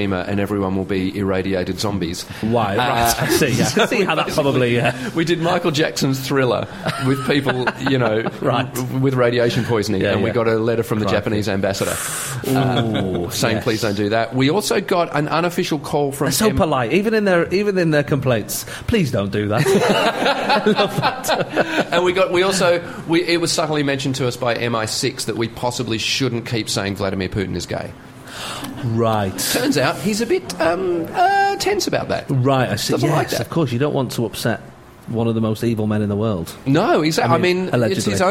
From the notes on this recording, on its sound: Live in the staff canteen. Move the show out of the studio and into our staff canteen with a live audience.